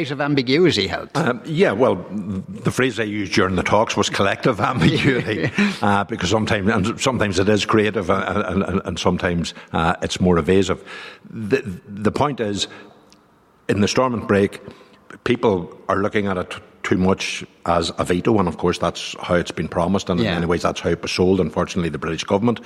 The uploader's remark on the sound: live in the Guildhall in Derry